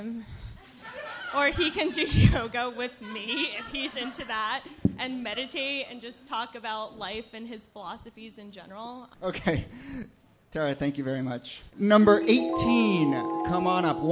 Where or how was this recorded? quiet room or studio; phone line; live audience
live audience